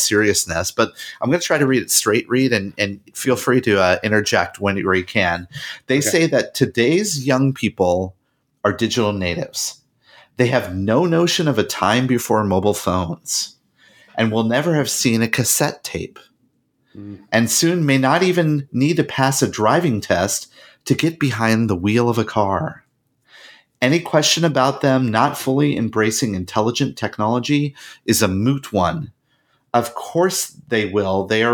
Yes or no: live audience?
no